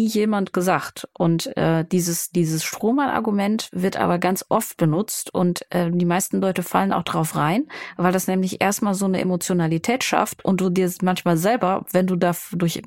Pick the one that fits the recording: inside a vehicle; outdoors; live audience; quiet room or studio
quiet room or studio